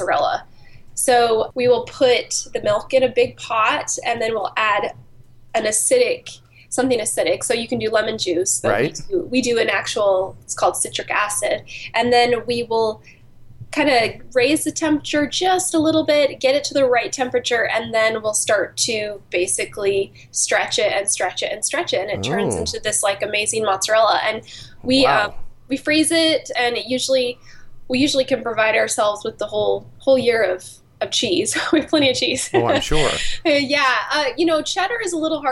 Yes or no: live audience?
no